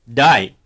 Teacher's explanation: What is the pitch contour? It's high falling.